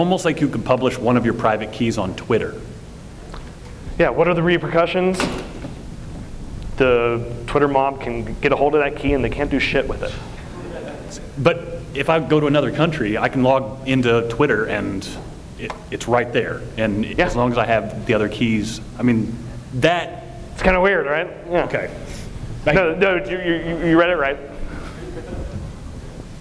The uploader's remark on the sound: session from the 2020 BitBlockBoom Conference in Dallas, Texas